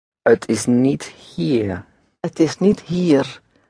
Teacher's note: And roll that little R at the end, just that little bit.